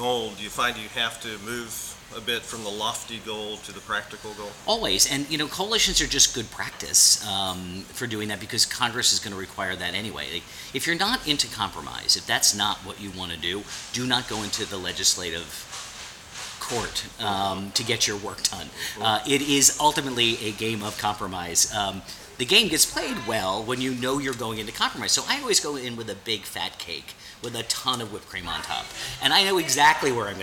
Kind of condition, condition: setting, busy venue